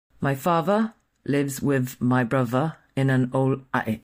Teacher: The TH and the V are being mixed up. The D is being dropped at the end of old, and there's a glottal stop being used in the word attic. It's happening in the throat.